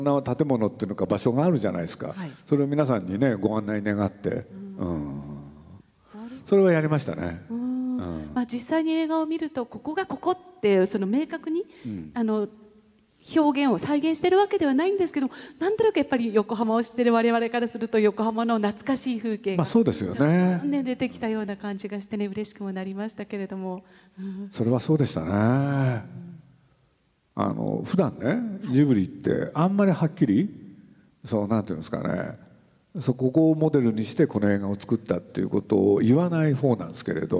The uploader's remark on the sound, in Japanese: 横浜市立図書館100周年記念講演会。横浜市立図書館100周年を記念して行われた講演会。